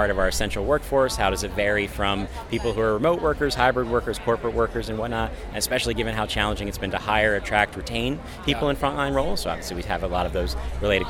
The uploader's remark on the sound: Straight from the expo floor. We interviewed real-life attendees.